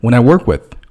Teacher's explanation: 这后面两个词读得非常轻所以整体听起来非常像一个词 · Term: 连读